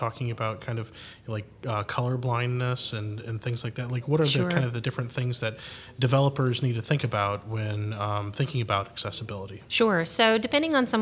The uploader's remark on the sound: Live From Agile Midwest